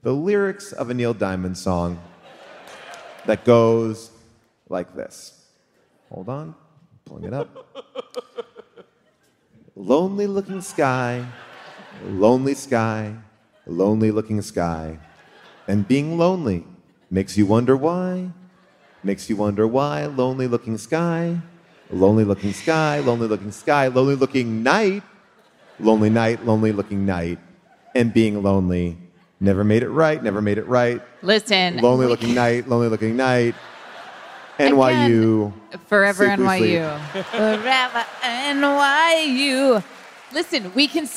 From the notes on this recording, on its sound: The HDTGM crew are LIVE from the Beacon Theatre in New York.